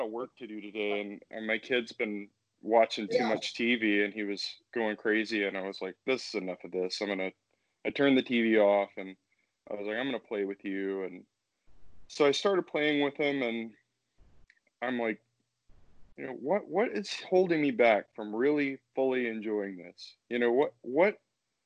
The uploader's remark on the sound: Skype calls.